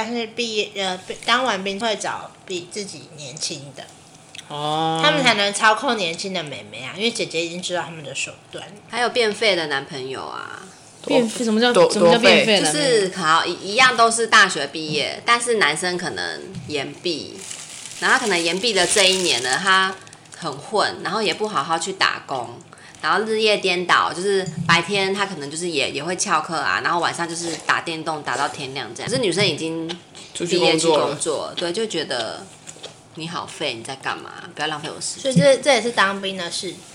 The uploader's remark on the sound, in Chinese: 道歉我們下次錄音不會再點滷味了。整條音檔都有吧唧嘴、金針菇咀嚼ASMR。